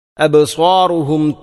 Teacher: സ്വാദിനെ ഉച്ചരിക്കുമ്പോൾ ഹറൂഫുൽ ഇസ്തിഇലാഇൽപ്പെട്ട അക്ഷരമാണ്, സ്വരഭാരത്തോടുകൂടി ഉച്ചരിക്കേണ്ടവ